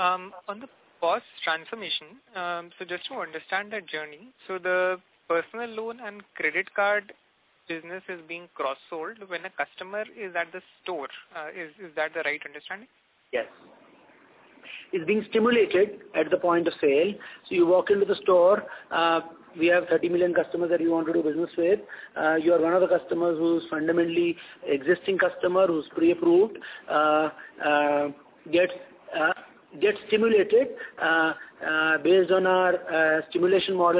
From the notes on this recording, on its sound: Results discussion/conference call